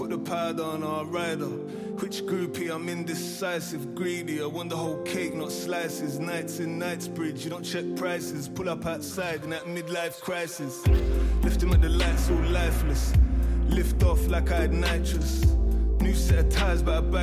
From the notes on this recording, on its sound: was live from the arcade